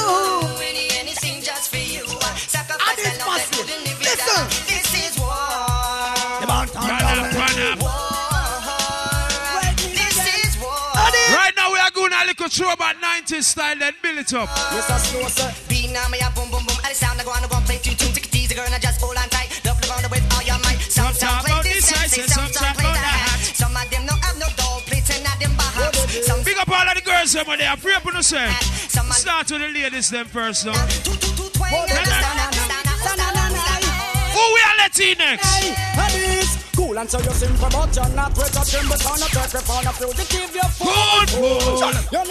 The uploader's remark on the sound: Live Juggling Dance. At Cosmopolitan Night Club on Front Street Bermuda. Big Up To Everyone That Came Out And Held A Vibez And Enjoyed The Dance.